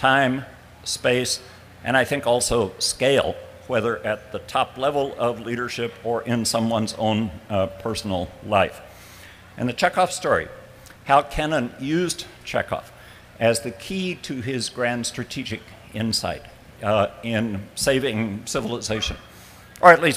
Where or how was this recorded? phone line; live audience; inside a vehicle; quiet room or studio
live audience